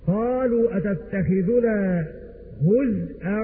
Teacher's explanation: هزءا سكن الضم فتى، ومعنى هذا أن المشار إليهما بكلمة فتى وهما حمزة وخلف العاشر، قرأ بسكون الزاي